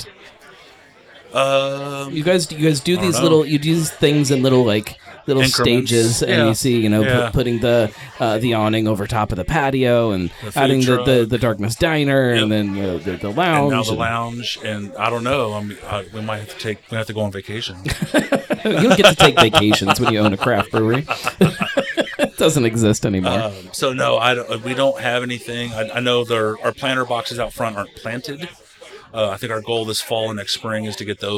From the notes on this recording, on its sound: Live at Darkness Brewing. This year we brewed the beer down at Darkness in Bellevue, KY. It was a ton of fun, even if the recorded sound is a little rougher than you're used to. I'll nail the whole live event thing one of these days!